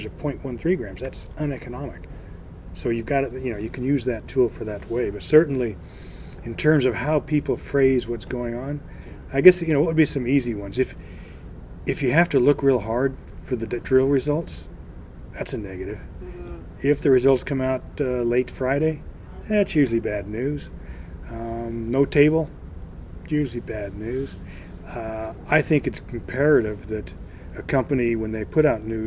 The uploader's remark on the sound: at AME BC's Roundup 2017 conference